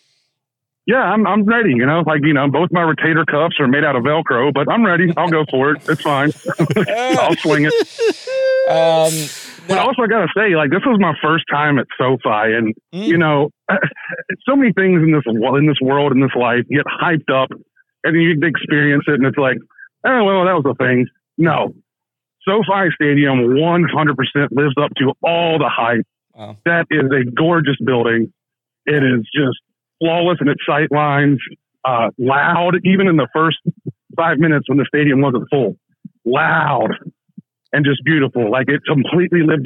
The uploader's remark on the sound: Live From SoFi. Via telephone from SoFi immediately after the Rams victory over the Panthers.